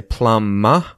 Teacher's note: But I know that North American accents usually pronounce the R anyway at the end of words, whereas in Australian English, we wouldn't pronounce the R at the ends of words